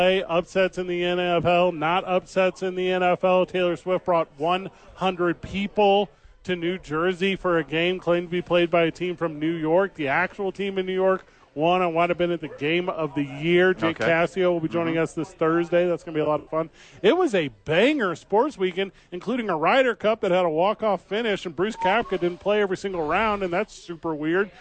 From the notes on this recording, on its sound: live at Howies!